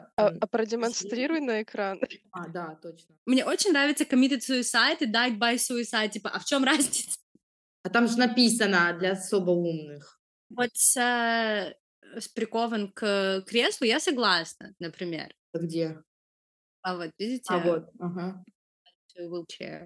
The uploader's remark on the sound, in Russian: Disclaimer: первый блин комом, звук шалит.